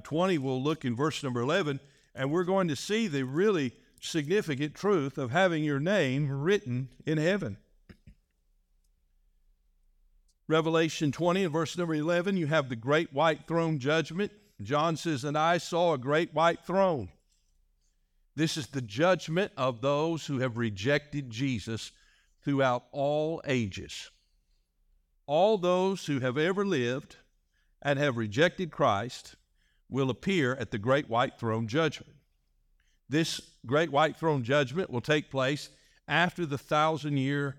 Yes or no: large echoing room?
yes